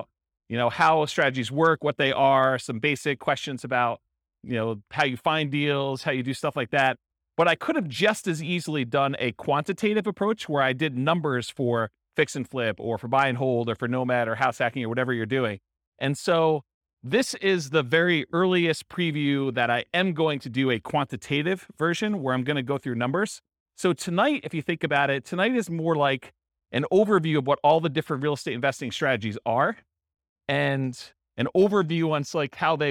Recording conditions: live audience